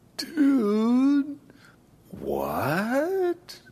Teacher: it's really the direction moving from low to very high in pitch that shows that you feel baffled or confused, almost unbelieving about what someone has just said or done.